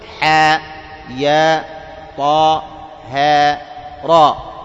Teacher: هذه الحروف تمد مقدار حركتين